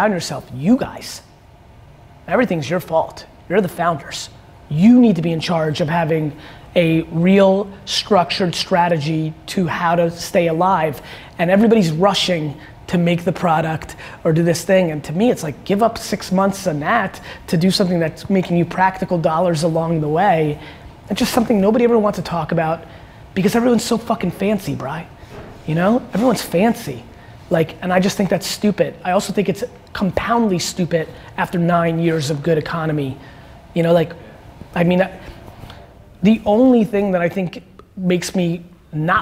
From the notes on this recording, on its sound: A Keynote and Q&A. They keynote in Seattle exemplifies exactly why I'm so forward towards the world of audio and the direction that it's headed in. I loved answering questions for this Techstars group.